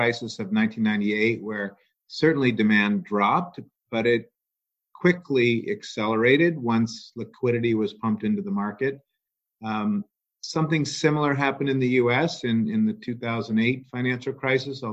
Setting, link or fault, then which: link, video call